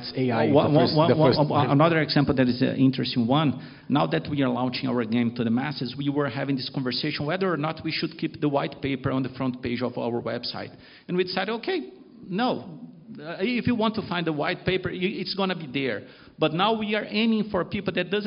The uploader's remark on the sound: This week’s podcast is a recording of a panel. At Digital Finance Brasil last month at the University of São Paulo.